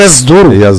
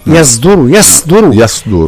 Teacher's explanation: ترقيق الياء وتفخيم الصاد وليست صادا مشربة أي ممزوجة بزي · Shown in: second take